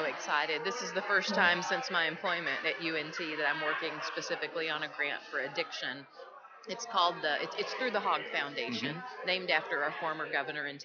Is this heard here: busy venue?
yes